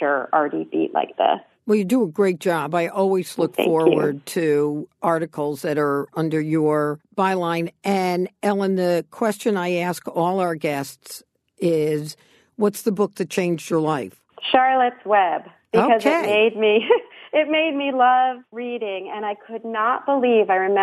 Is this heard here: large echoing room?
no